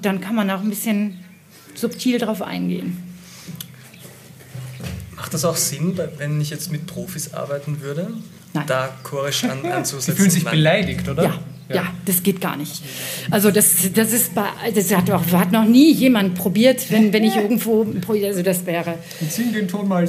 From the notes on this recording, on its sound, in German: Live vom Vokalfestival Totzenbach